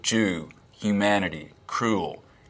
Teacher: the vowel in words like goose, Jew, humanity, cruel, we will be cruel to the Germans, is fronter in the mouth · Term: goose fronting